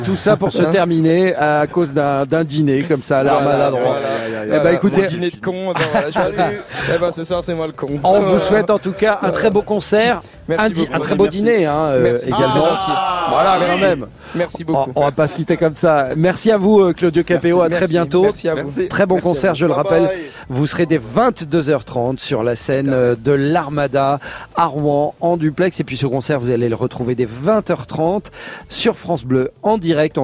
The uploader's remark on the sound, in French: France Bleu Soir en direct de l'Armada.